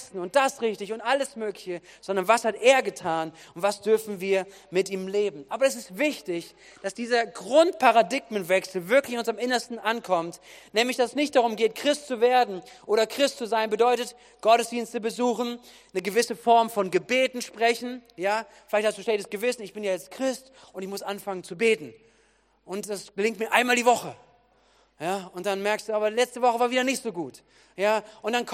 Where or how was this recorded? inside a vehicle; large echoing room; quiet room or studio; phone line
large echoing room